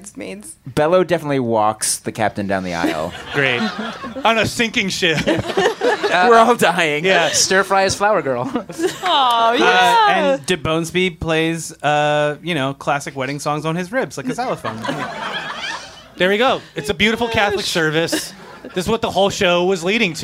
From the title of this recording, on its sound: LIVE at Union Hall